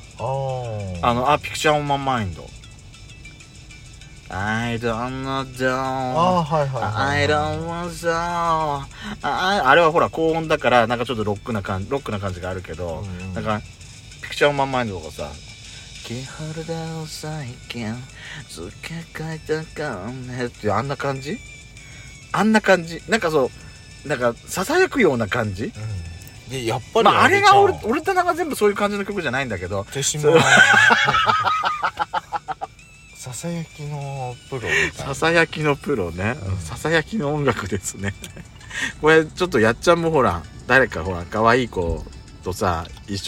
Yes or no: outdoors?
yes